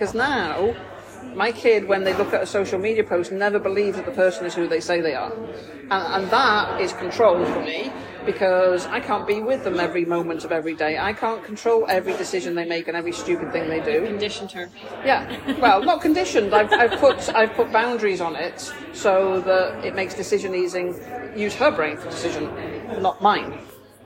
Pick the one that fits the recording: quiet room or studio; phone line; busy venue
busy venue